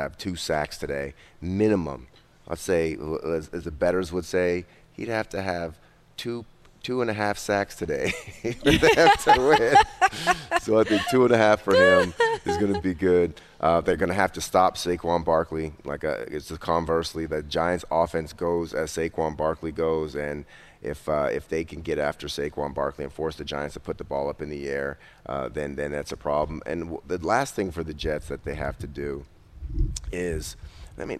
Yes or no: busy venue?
yes